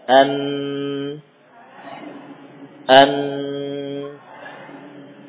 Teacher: Dengan suara dengung, ya, pada pada pangkal hidung. Ya, ini suara dengung yang pasti akan muncul saat kita menempelkan ujung lidah pada gusi pada saat melafadzkan nun